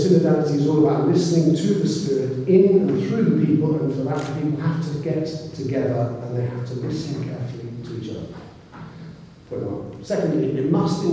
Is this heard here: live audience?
yes